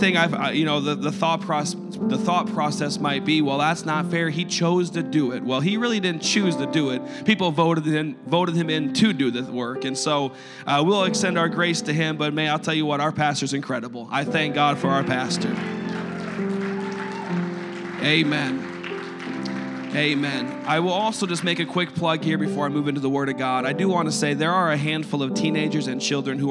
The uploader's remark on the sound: a service recording from Connect Point UPC